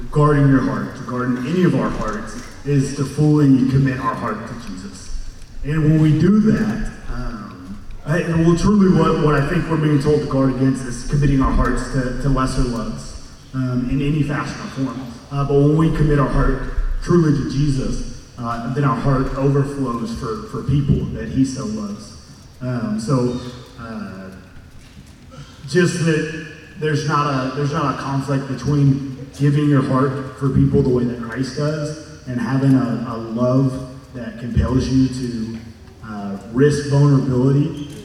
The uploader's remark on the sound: This content was featured at the 2023 Campus Ministry United Workshop: Beautiful Feet. Hosted live at The Crossings Church St. Charles County in O’Fallon, MO.